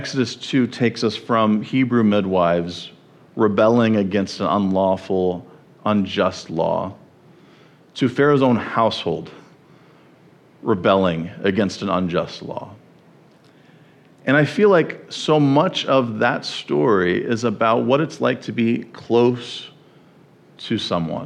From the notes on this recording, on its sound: At the First Baptist Church of Jackson, MI.